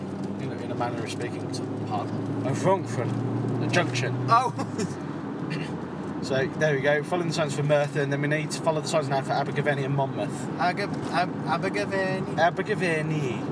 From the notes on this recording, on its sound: This is a special episode recorded in the summer as we drove back home from the beach. Might not be the best quality material, but it's something different…